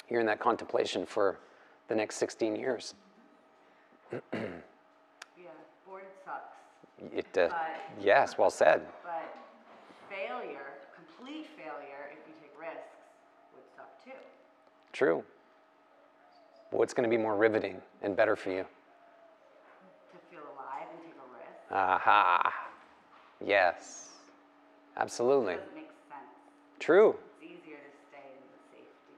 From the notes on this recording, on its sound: The live recorded lecture took place during a 200-hour yoga teacher training at Peace Retreat in Los Pargos, Costa Rica in January of 2022.